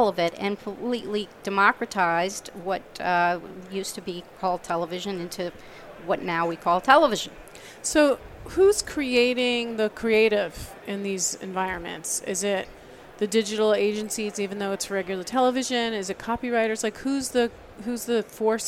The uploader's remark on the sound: live from the NAB show 2017 Advanced Advertising Pavilion.